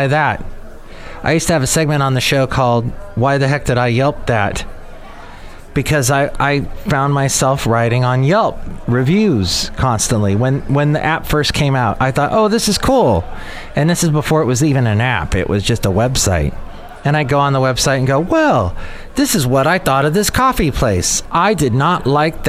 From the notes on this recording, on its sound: podcasts live from Café Anyway